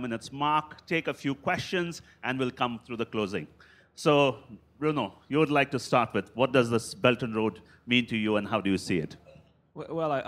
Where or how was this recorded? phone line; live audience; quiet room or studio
live audience